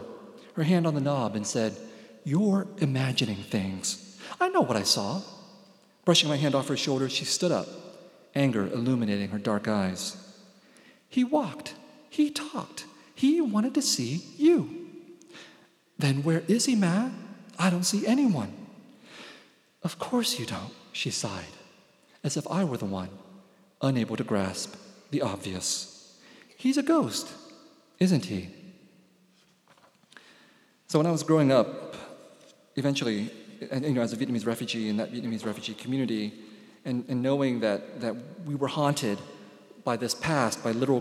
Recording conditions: live audience